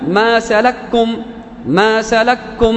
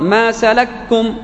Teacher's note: جعلها كاف واحدة مشددة · Term: الإضغام